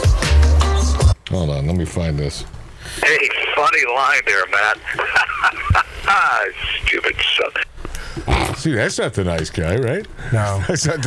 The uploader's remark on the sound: PERSONAL Phone calls.